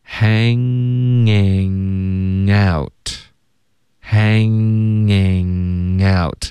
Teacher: 所有的鼻音都是靠后鼻音的大家练这一段的时候要注意不要动舌尖它只是后鼻音连读